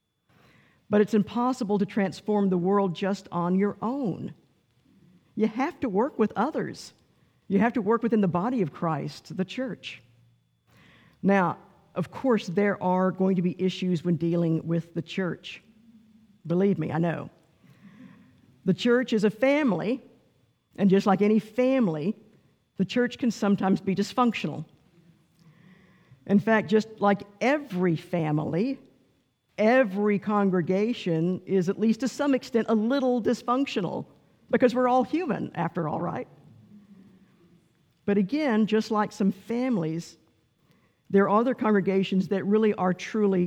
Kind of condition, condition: setting, large echoing room